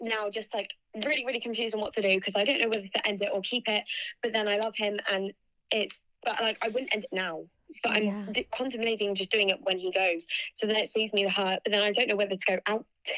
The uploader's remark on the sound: I finally got to talk to you guys on the phone!